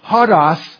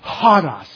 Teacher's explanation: And it means instead of pronouncing it, like if it's O-D-O-S, instead of saying hodos, you make it a rough sound and you go hodos. You put the H sound in front of it. It's a breath sound. · Shown in: second take · Term: rough breathing